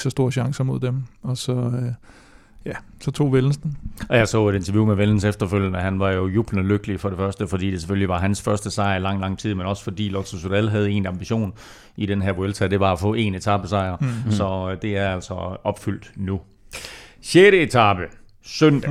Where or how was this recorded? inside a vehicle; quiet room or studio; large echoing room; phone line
quiet room or studio